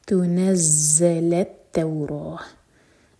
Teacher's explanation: ز پر buzzing sound اور لام کو تا سے جوڑیں گے تو تا اسٹرانگ ہونا چاہیے